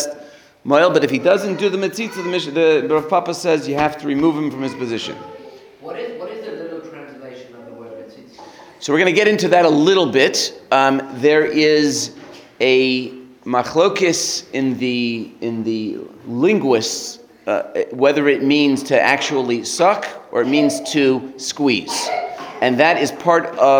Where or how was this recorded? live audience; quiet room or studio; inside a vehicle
live audience